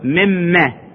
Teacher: إذن لما نقول نون سواء أكانت نون اللي هي أحد الحروف أم كانت نون التنوين، إذا التقت بأحد حروف كلمة يرملون يحصل هنالك إدغام، مثل مما الحج ذكر كلمة مما، مثلا من ما، هاي من نون والتقت بالميم يصير إدغام مما